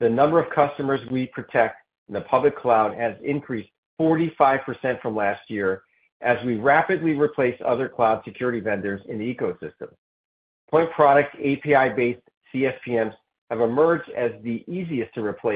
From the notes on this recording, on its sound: Fiscal Third Quarter 2024 Results Conference Call.